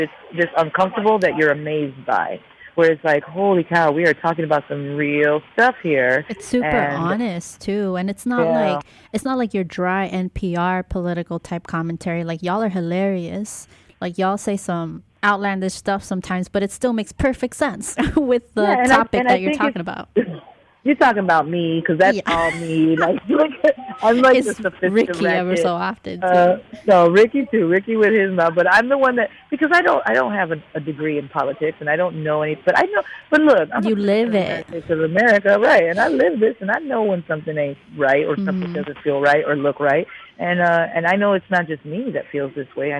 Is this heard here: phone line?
yes